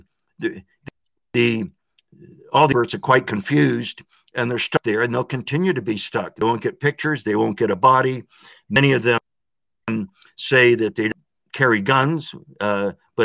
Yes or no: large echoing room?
no